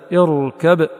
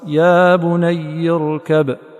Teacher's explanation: الراء بعدها مفخمة ابتداء ودرجا، ابتداء لأن كسر قبلها عارضة همزة وصل، ووسطا لأنها منفصلة، فإذا ابتدأت اركب وإذا وصلت يا بني اركب، والله تعالى أعلم، وصلى الله وسلم وبارك على نبينا محمد وعلى آله وصحبه أجمعين.